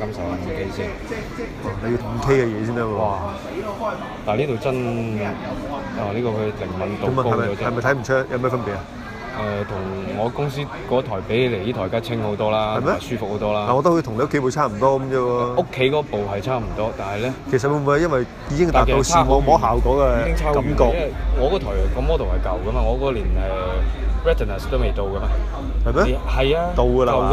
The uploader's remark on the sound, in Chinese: 广州 Apple Store体验实录。期待多年嘅Apple Store 终于响2016年春节前落户广州天环广场啦。而且系将全程录音等大家用耳仔嚟同我地一齐体验下 Apple 嘅超A级服务啦。